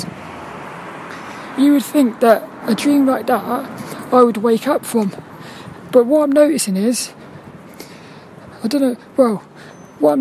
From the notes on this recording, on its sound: This 'About The Tings' episode is a Walk and Talk